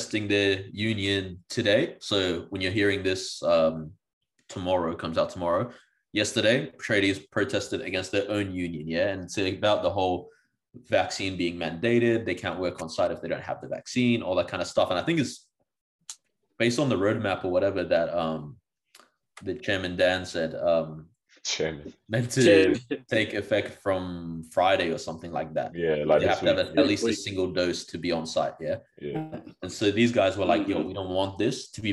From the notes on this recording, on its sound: Hopefully closer to the last of the zoom episodes